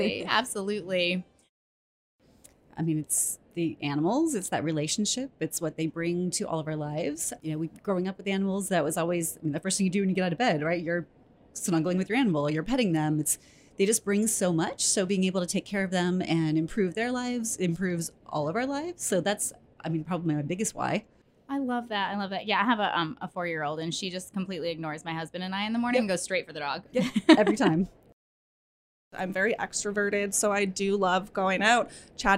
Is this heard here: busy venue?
yes